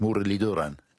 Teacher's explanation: a dental T with, I think, your tongue touching your teeth